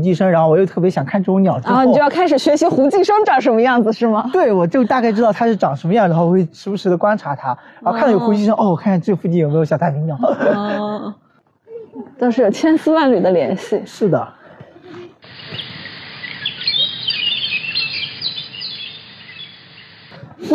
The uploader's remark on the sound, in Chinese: 本期节目的录制是在植物园中边行走边进行录制的，也许会有一定的杂音